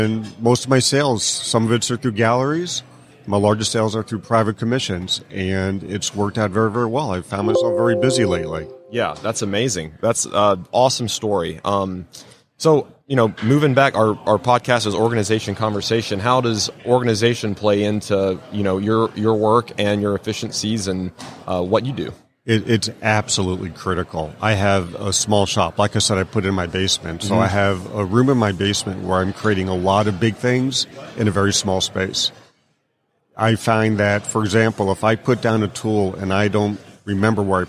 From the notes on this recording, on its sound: LIVE from WORKBENCHcon 2022 in the Wall Control booth